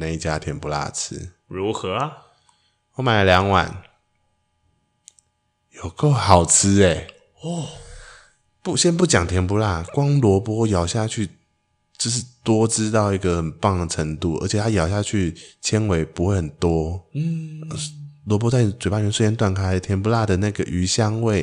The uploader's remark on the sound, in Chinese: (這次有點電流聲～抱歉抱歉~~)